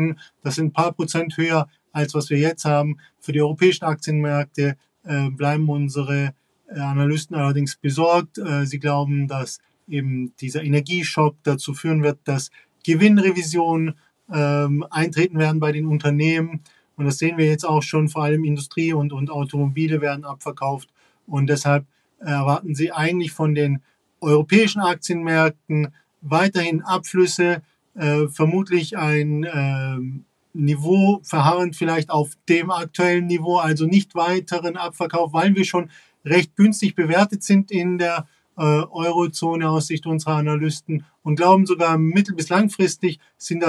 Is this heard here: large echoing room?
no